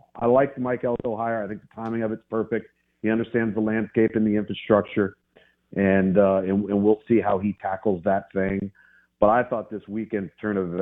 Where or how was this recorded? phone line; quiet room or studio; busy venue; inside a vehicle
phone line